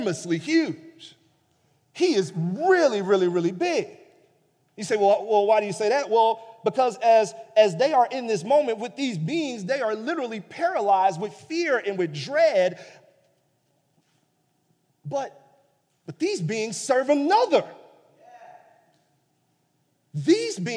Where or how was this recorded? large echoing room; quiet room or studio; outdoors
large echoing room